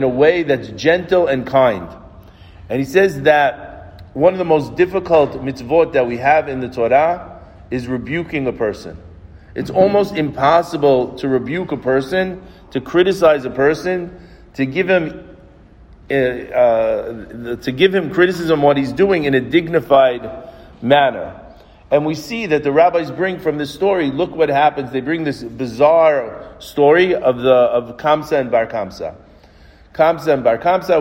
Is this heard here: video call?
no